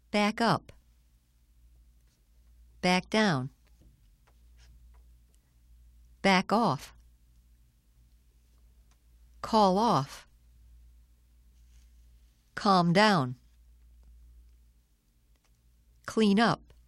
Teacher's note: Some verbs followed by prepositions have special meanings and are called two-word verbs or phrasal verbs. They, too, have the secondary-primary stress pattern.